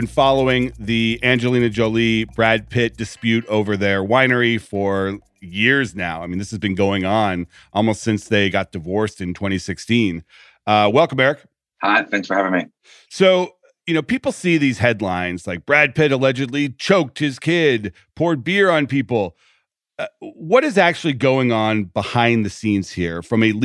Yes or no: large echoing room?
no